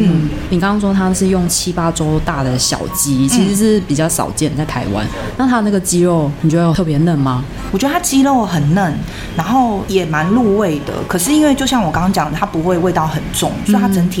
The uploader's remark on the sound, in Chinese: 錄音地點： Tenshima 天島咖啡。本集白噪音指數：蚊風級 1/5。